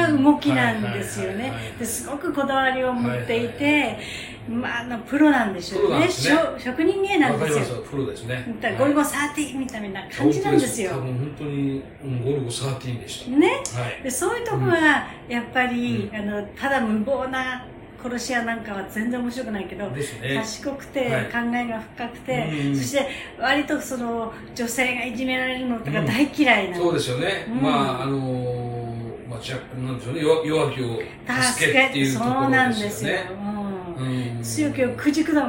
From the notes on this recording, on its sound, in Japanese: 妙齢の男女二人が密室に！ノイズが多いので リスナーさんでイコライザーを上手く調整してお聴き頂けると幸いです。